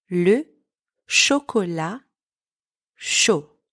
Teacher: Don't pronounce the T at the end of chocolat.